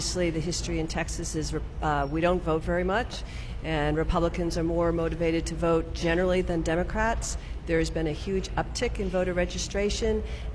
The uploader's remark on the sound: We’re there, broadcasting live from the Texas Tribune Festival. Today we’re coming to you from one of the most iconic streets in Texas: Congress Avenue in Austin.